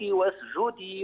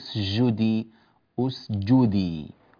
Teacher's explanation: يعني أعطي الجيم شدتها، لا أقول تشديدها، أقول شدتها، يعني صوتها منكتم · Shown in: first take · لا تقول سجدي أسجدي واسجدي.